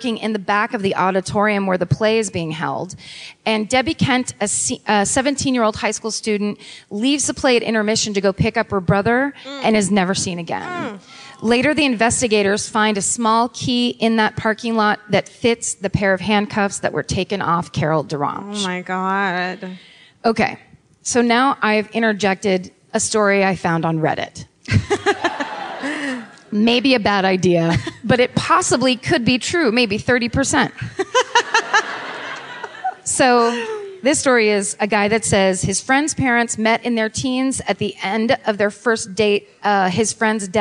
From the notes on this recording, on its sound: Live at The Neptune. Live in Seattle.